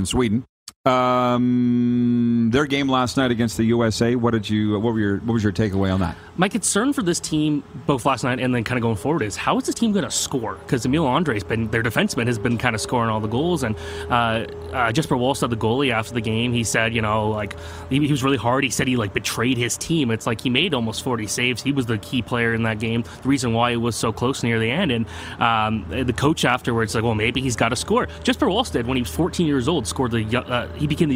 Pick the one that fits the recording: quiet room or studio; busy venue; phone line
busy venue